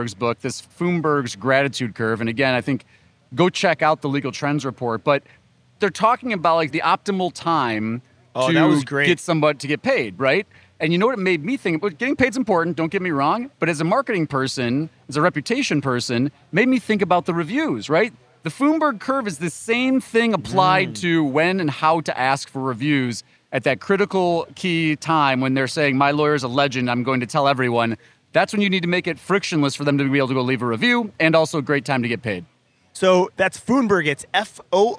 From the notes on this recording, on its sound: Live from Clio Cloud Conference